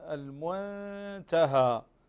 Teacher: نون ساكنة وبعدها تاء إخفاء حقيقي فنخفي النون عند التاء إخفاء حقيقيا بغنة